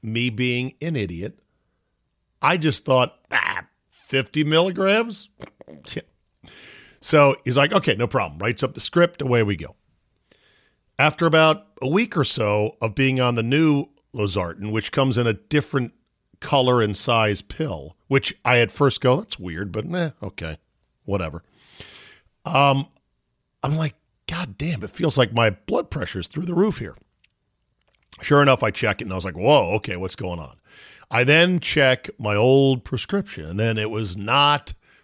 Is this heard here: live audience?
no